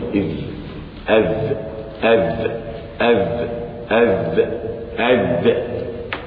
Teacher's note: من طرف اللسان مع أطراف الثنايا العليا · Term: حرف الذال